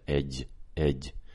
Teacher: So instead of J with a curl of the tongue, we get edge, edge, and more of the middle of the tongue is up. · Term: J sound